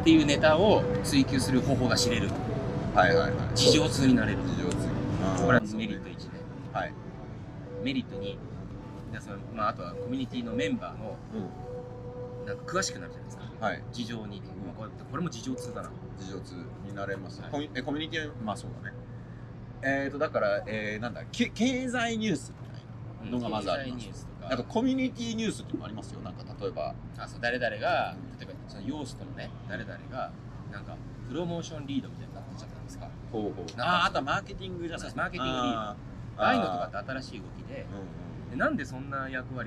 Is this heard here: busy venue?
yes